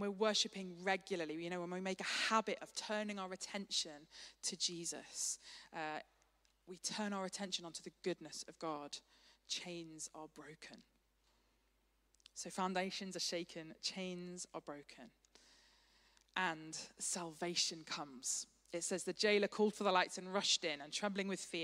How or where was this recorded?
large echoing room